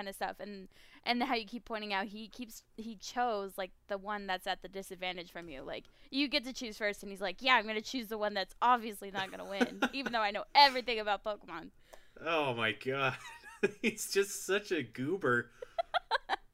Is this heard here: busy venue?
no